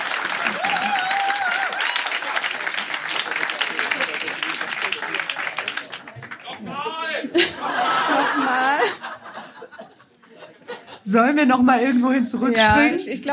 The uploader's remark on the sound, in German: Einige Beiträge von unserer Show vom 07.09.2023 im Baergarten des Revier Südost. Unser tolles Publikum vor Ort.